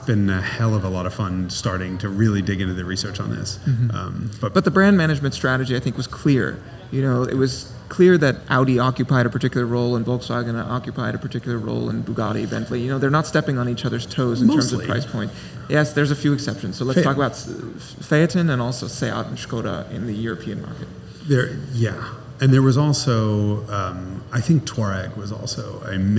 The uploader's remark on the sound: recorded live on location at The Amelia in lovely, rainy Florida!